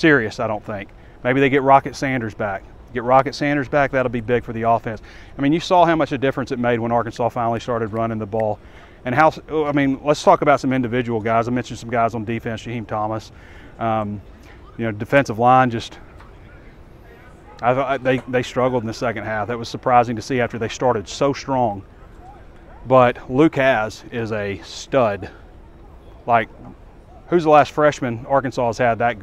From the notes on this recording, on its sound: WALK & TALK. Walks around Death Valley following Arkansas' heartbreaking 34-31 road loss to the LSU Tigers Saturday night.